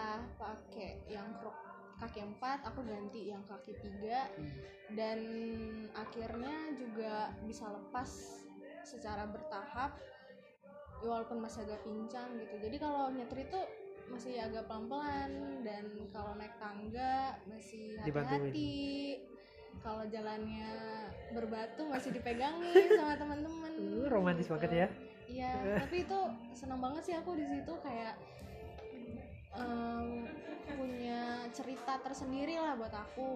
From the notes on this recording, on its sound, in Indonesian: Mohon maaf apabila suaranya sedikit kurang jelas dan sedikit berisik